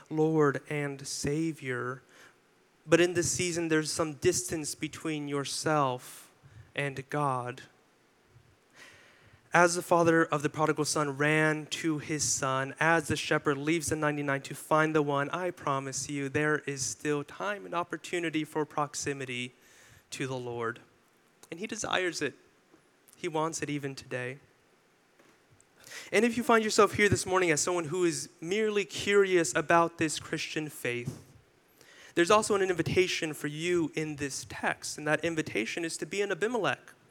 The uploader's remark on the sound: delivered this sermon for our July 16, 2023 worship service